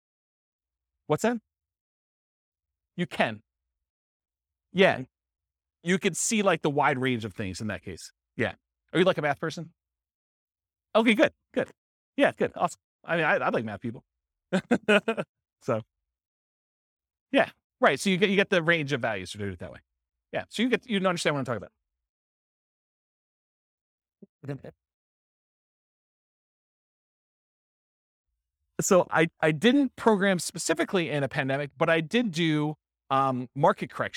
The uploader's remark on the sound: This was a live class recorded